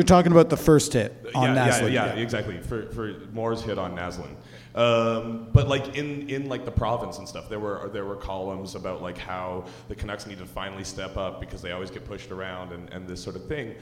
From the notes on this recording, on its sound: Hit the stage for their first live Puck Talks podcast. Puck Talk Live.